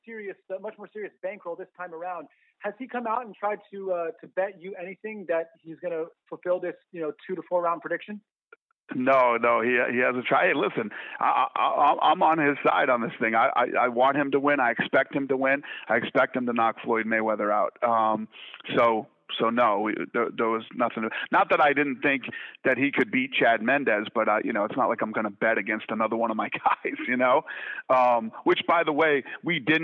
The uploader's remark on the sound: conference call